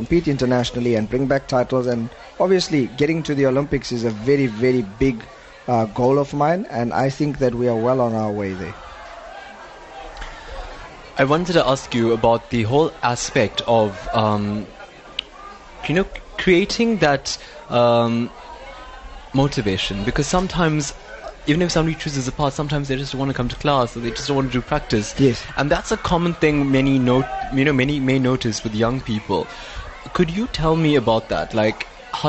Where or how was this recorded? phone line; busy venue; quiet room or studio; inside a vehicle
busy venue